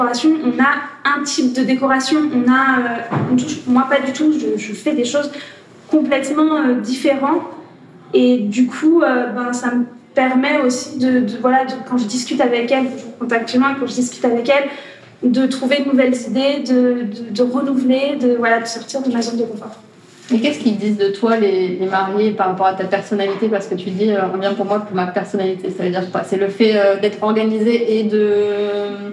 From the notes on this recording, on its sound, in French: lors du Festival Andy, d’où l’effervescence que tu entends autour de nous